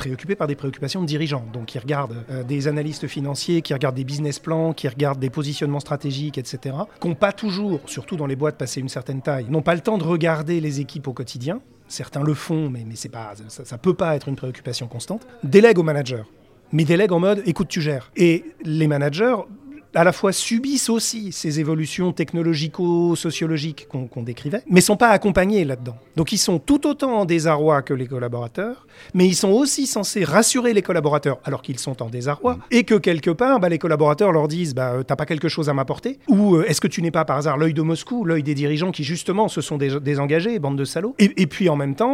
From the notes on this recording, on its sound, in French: Restaurant BON à Paris dans le 16ème arrondissement de nous avoir accueilli pour cet enregistrement. Nous remercions le restaurant BON à Paris dans le 16ème arrondissement de nous avoir accueilli pour cet enregistrement.